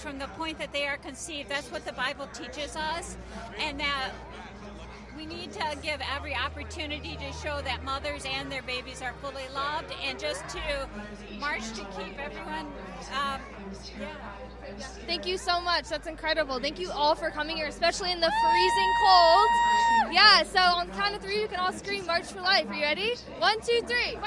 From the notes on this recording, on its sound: joined with tens of thousands of other pro-lifers to witness for life at the March for Life 2024 in Washington, DC